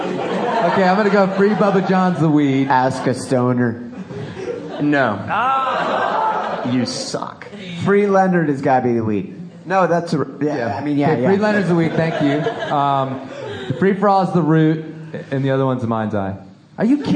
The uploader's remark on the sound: LIVE ENORMOCAST! I post up a virtually unedited recording of the very first Live Enormocast. Recorded Saturday morning, April 27th at Steve’s Guitars in Carbondale, and during the 5Point Film Festival.